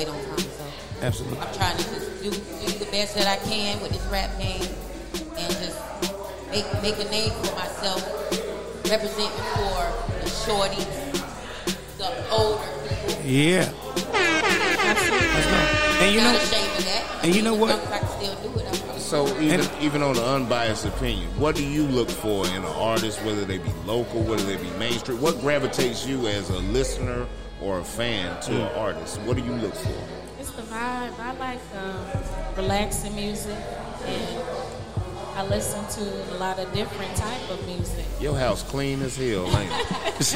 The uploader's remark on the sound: live from {BRUCE'S SPORTS BLOCK & LOUNGE}